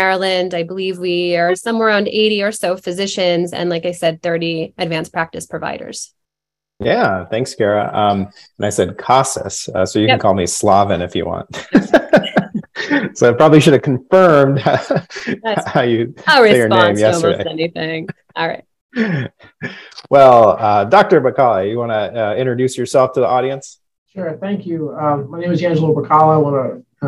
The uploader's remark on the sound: derived from an episode of Myriad Live, a recorded open-forum webinar